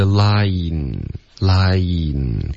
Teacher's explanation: 不要有一个 ye 的音出现